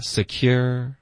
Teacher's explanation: 有一个 year 的音在内，不用嘟嘴了，secure。然后后面呢，这到这个 R 的时候呢，我们就需要持续这个 R · Term: 弱读